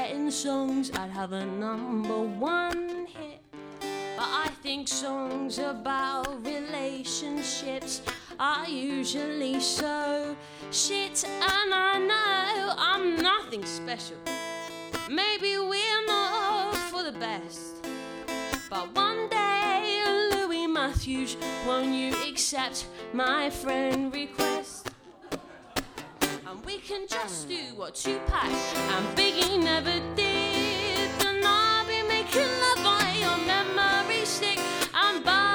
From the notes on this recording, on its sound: Recorded at the Stand Up Tragedy night that took place at The Dogstar in Brixton on July 4th.